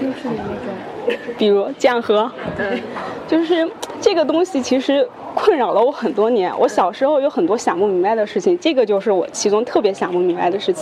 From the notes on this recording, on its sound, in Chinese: 这期节目，我们播放的是9月25日在上博青铜馆的现场录音。